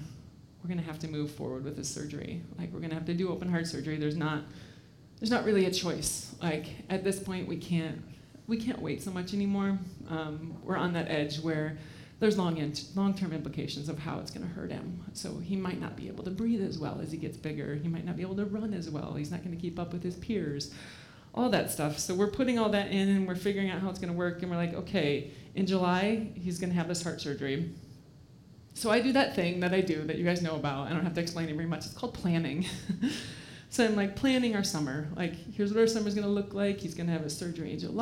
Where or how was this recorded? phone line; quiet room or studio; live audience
live audience